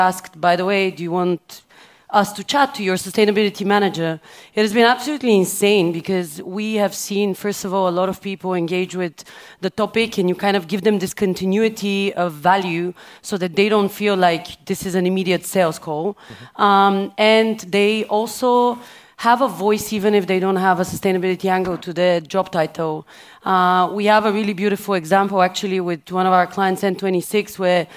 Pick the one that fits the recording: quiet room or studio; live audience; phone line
live audience